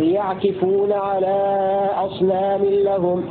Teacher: قرأ حمزة والكسائي بكسر الكاف في لفظ يعكفون